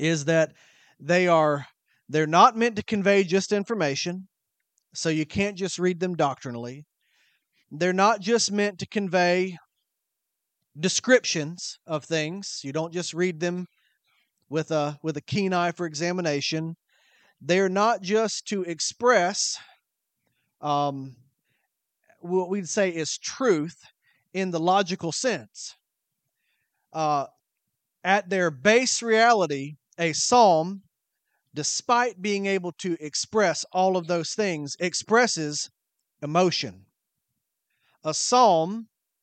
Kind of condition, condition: setting, large echoing room